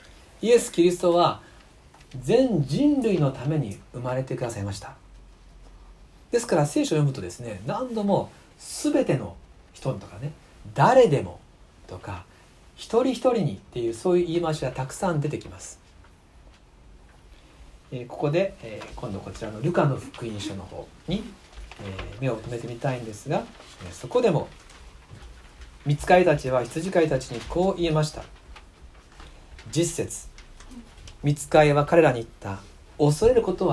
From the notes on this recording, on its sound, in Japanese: 2019年12月24日キャンドルサービス礼拝メッセージ録音です。